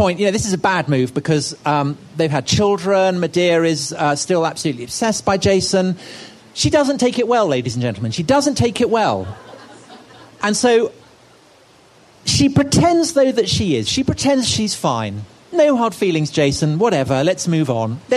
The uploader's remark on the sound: This was recorded at the 2016 Chalke Valley history festival and first released on the Chalke Valley History Hit Podcast.